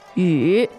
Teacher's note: 雨, third tone.